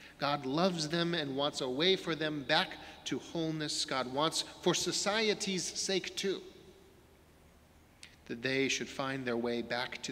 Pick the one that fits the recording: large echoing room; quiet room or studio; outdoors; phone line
large echoing room